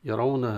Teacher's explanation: يرونها التفخيم الراء، والمد الطبيعي في الهاء بعدها ألف